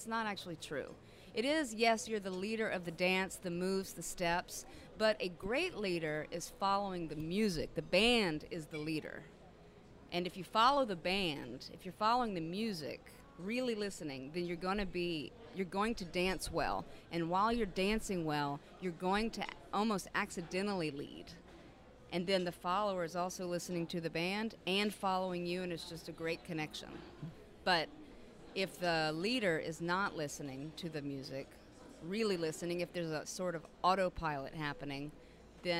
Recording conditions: busy venue